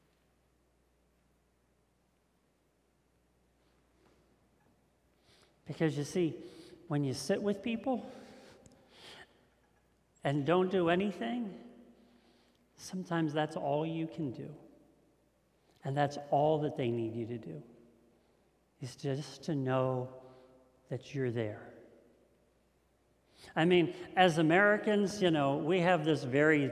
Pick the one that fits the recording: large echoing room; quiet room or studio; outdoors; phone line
large echoing room